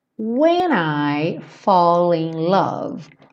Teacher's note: aqui nós juntamos when I e o fall in